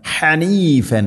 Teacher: ഹനീഫൻ, ഹ തൊണ്ടയുടെ മധ്യഭാഗം. ഹനീഫ നിർത്തുകയാണെങ്കിൽ രണ്ട് ഹർക്കത്തിൻ്റെ ഖദറിൽ നീട്ടിക്കൊണ്ട് നിർത്തുക, മദ് ഇവദ് എന്നതിൻ്റെ പേര്.